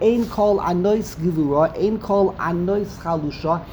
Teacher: Say the ayin very, very quickly. Don't dwell on the ayin. · Term: chataf patach